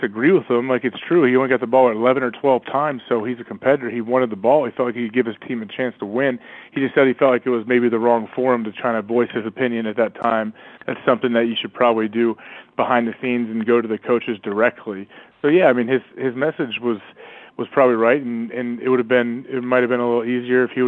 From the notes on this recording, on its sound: joins us on the phone for one of our favourite interviews of the year